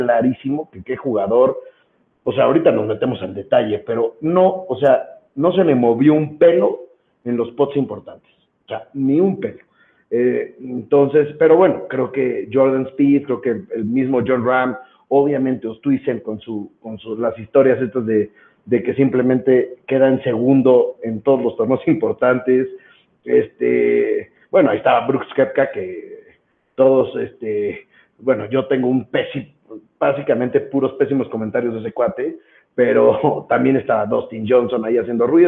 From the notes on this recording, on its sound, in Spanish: Por temas de logística el episodio se grabo por teléfono con poca señal y hay veces que se pierde un poco el audio, disculpen las molsetias.